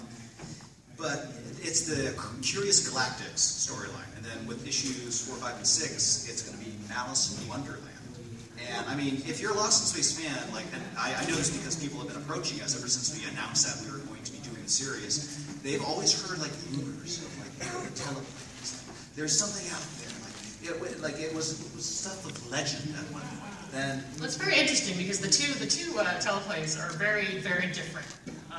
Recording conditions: poor sound quality